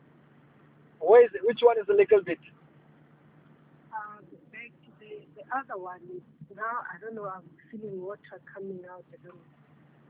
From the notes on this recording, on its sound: Deliverance over the phone in JESUS NAME.